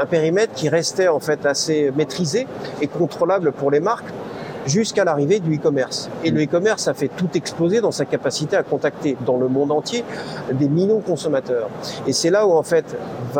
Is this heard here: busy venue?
yes